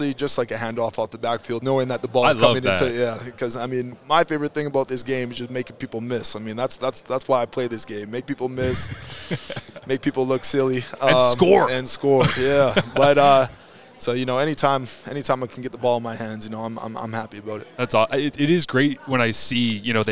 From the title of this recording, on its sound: Grey Cup Media Day